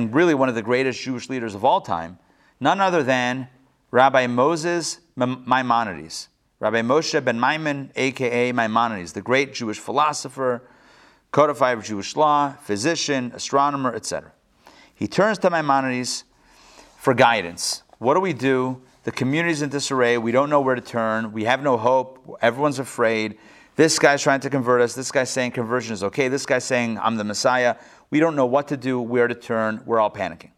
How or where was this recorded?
live audience